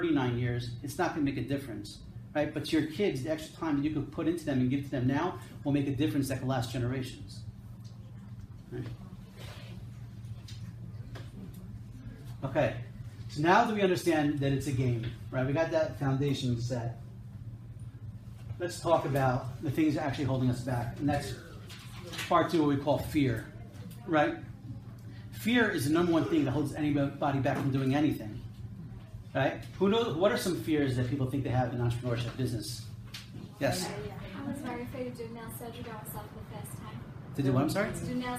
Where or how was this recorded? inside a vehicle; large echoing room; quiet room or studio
large echoing room